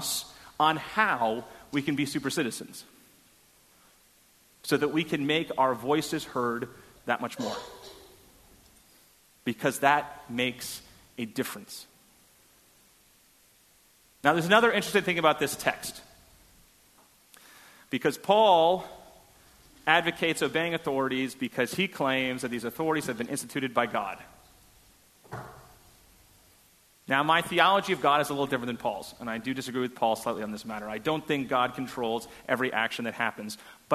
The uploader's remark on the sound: Delivered at First Congregational Church of Houston on November 13, 2016. A sermon on Romans 13:1-7 delivered at First Congregational Church of Houston.